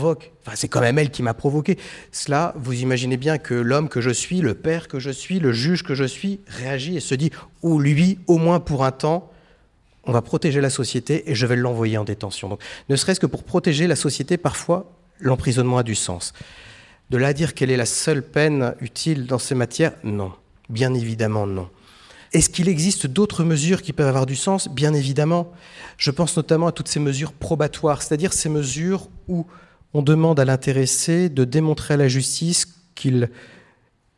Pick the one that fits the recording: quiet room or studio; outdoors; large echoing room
large echoing room